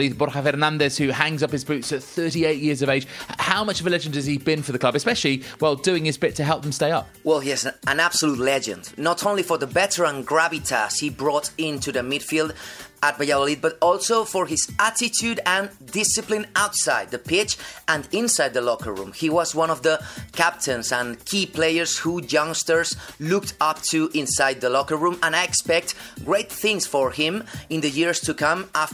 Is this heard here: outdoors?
no